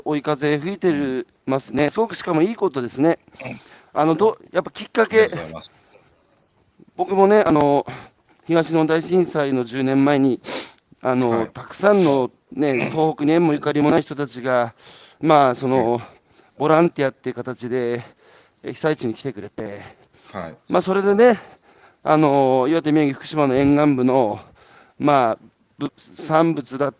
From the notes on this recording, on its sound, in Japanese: 歩きながら1時間、対談する